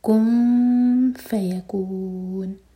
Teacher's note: فا کے لیے خفا تو میک شیور کہ نون کی آواز چھپائیں اور فا کے لیے زبان تیار کریں اور دو سیکنڈس کا ٹائم دیں.